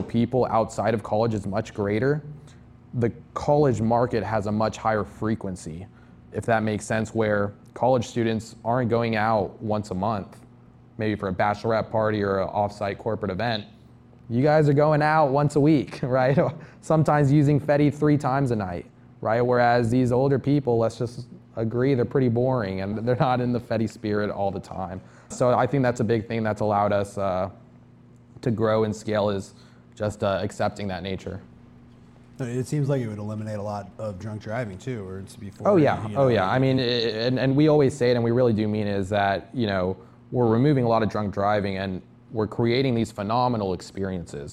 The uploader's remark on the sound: This episode was recorded for an audience of students in Longhorn Startup at The University of Texas at Austin.